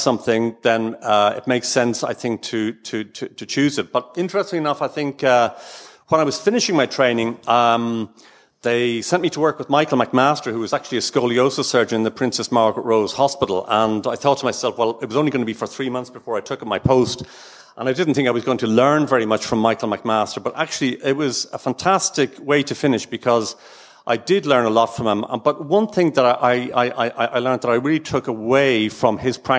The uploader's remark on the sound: Join us for this special LIVE edition of the Orthohub STORIES podcast. Recorded at the annual BOTA 2023 Congress.